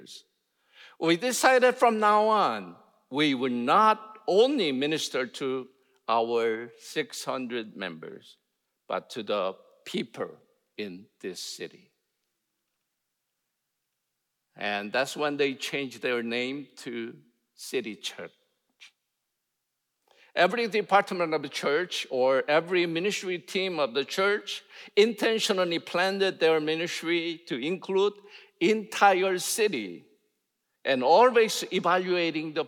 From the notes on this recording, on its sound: in #SWBTSChapel on October 26, 2023